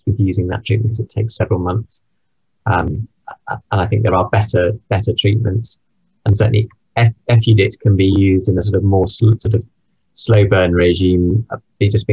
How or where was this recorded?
video call